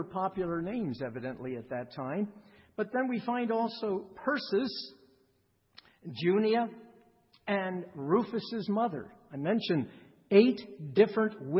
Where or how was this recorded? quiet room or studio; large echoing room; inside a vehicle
large echoing room